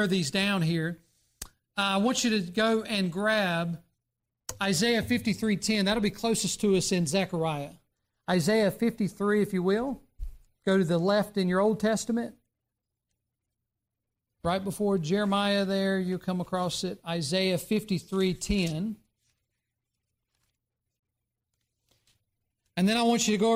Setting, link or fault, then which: setting, large echoing room